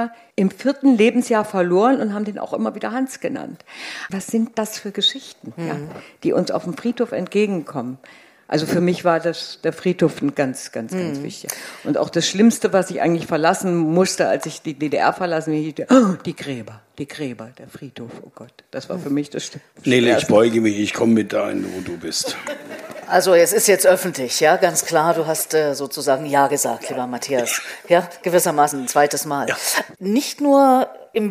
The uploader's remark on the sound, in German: Meinen Podcast gibt es erstmals mit mehreren Gesprächspartnern und „on stage“ vor Publikum. Schwarz hören und sehen“ war also angesagt im „Theater am Rand“ im Oderbruch im Land Brandenburg.